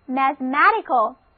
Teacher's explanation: mathematical，重音放在第三个音节上